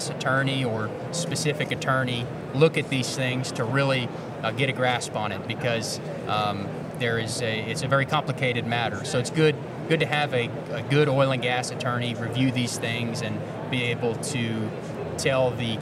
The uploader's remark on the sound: we're coming to you from the Houston Safari Club show floor!